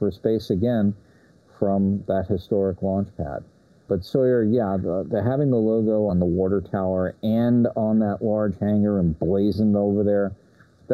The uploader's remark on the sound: to NASA’s Kennedy Space Center (KSC) as we bring to you the sights and sounds